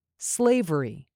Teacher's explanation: There are three syllables in this word, but the last two are said more quickly. Stress the first syllable.